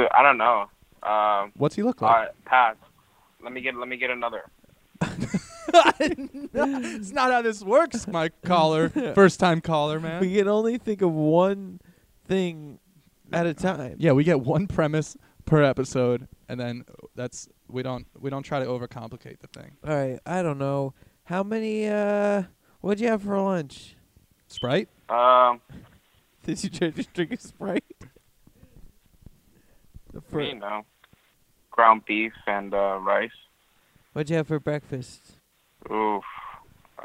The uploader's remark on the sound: No one has ever stayed on the phone so long without hanging up on us